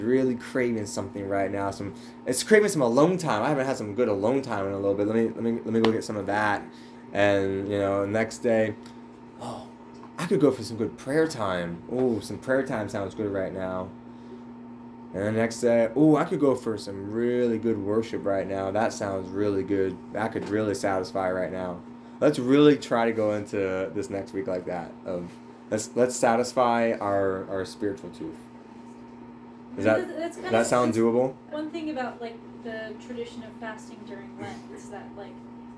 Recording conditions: poor sound quality